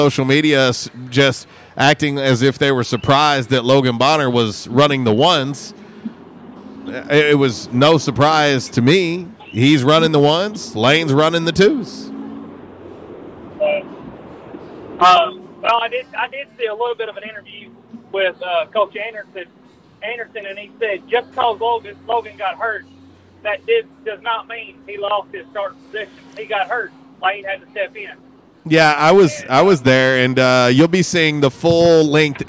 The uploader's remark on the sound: LIVE from JTown's Grill!